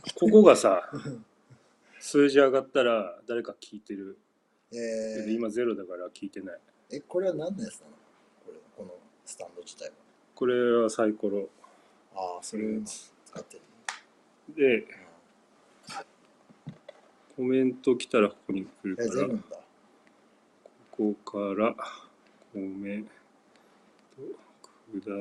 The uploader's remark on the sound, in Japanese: いつもと録音環境が違うので声が大きく少しうるさいです。1:14:00過ぎから音声が悪くなってるので。